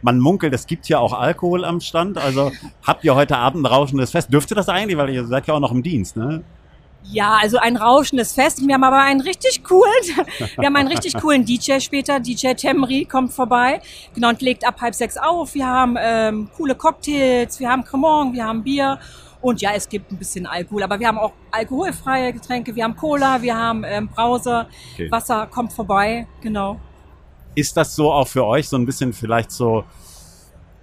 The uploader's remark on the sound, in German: live von der OMR